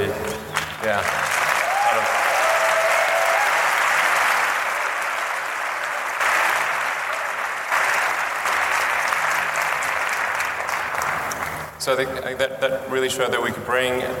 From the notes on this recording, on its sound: In this talk at the International Astronautical Congress in Adelaide just about a year ago